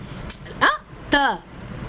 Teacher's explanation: The Tavargaha, you use your dantas. Ta. Your teeth is getting used there.